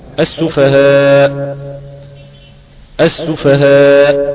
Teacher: ولكن يدوب بس تنطق السكون وبعد كده بيتبع مباشرة الاشمام